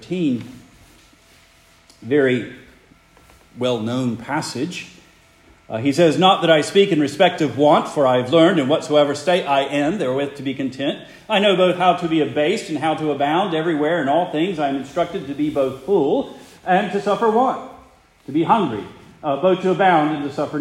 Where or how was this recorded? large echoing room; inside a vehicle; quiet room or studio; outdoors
large echoing room